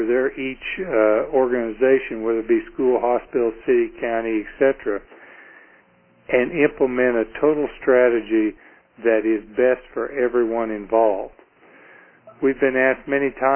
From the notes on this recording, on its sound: Call recorded on October 13, 2011.